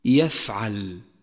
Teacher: لاحظ صفة الهمس لحرف الفاء من كلمة يفعل، يفعل، وهو حرف ضعيف في الأصل، تظهره وتوضحه صفة الهمس يفعل، وحروف الهمس يجمعها قولك فحثه شخص سكت.